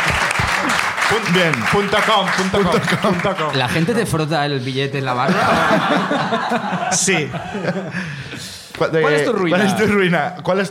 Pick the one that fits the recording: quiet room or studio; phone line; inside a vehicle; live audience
live audience